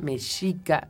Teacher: Este, Mexica es una SH, Mexica